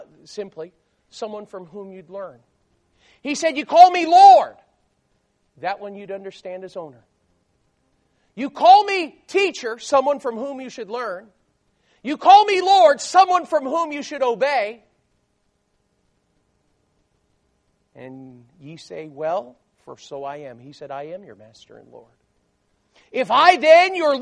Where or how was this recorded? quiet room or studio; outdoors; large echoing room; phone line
large echoing room